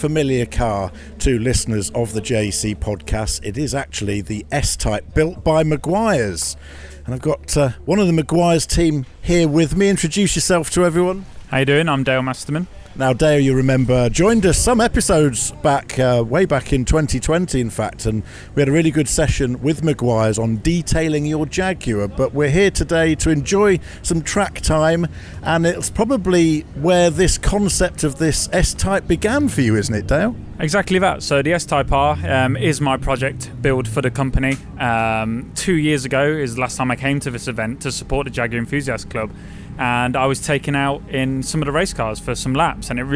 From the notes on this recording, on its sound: Castle Combe Track day special. On this week's podcast we take a slightly different format as we go out 'live' from the JEC track day at Castle Combe.